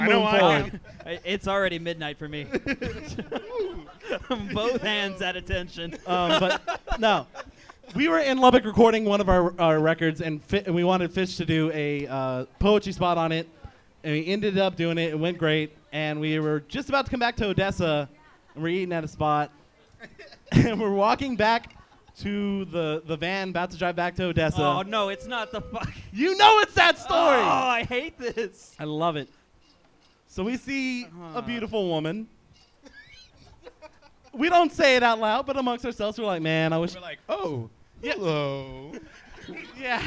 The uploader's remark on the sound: Second Live show.